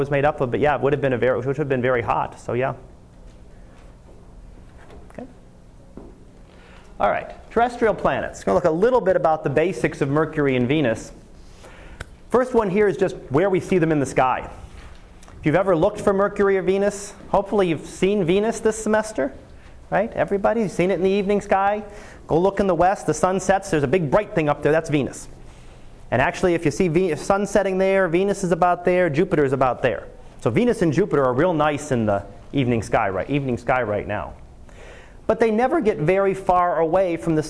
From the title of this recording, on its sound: Live Class Lecture